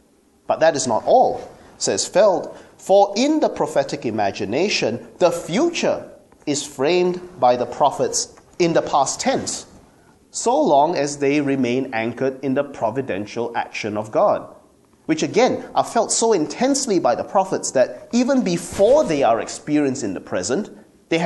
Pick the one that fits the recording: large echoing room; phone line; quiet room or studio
large echoing room